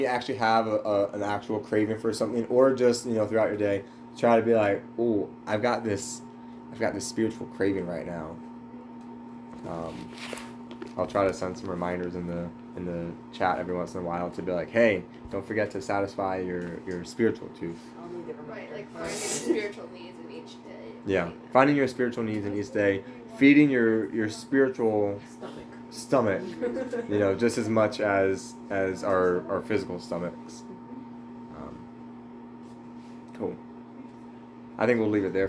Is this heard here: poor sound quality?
yes